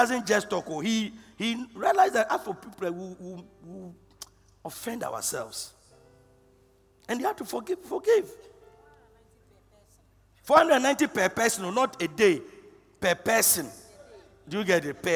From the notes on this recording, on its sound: Preached at the Loyalty House International, Abbey-Dawenya